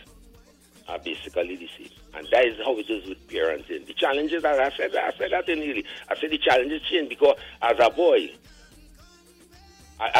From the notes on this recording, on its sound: we take more calls from the audience